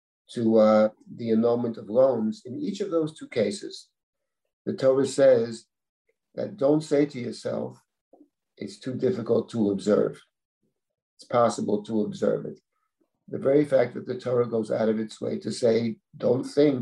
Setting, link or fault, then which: link, video call